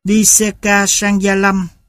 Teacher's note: A nhỏ thanh không dấu. Đây là thanh điệu cao, có đường nét vận động bằng phẳng từ đầu đến cuối